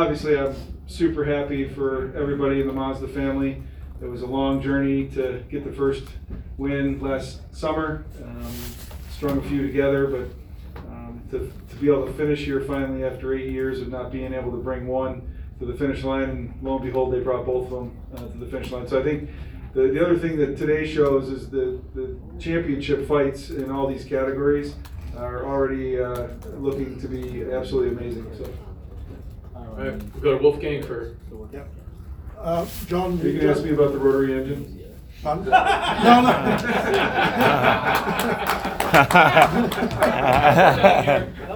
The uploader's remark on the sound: Live from Daytona